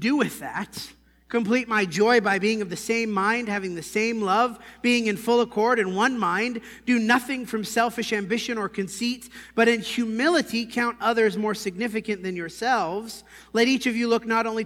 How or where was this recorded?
large echoing room